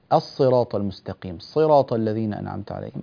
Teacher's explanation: الصادات هنا تحتاج منك إلى شيء من العناية بحيث لا تصير سينات، وهذا الخطأ شائع وينبغي العناية به.